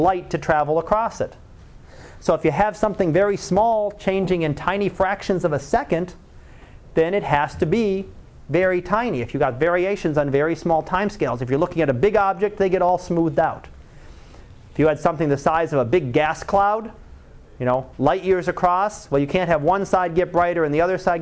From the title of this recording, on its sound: Live Class Lecture